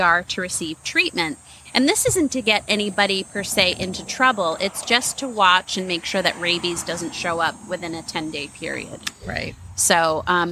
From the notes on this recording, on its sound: Today we recorded at the Dog Park!